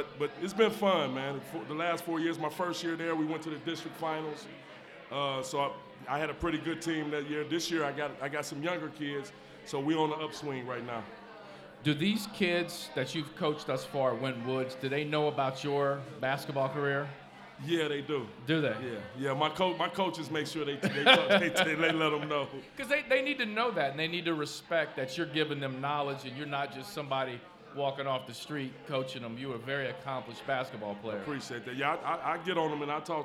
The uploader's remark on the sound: LIVE at Mio’s.